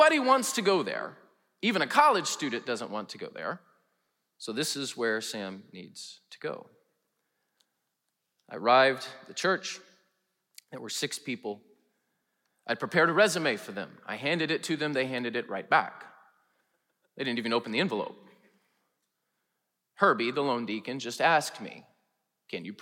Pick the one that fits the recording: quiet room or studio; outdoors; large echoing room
large echoing room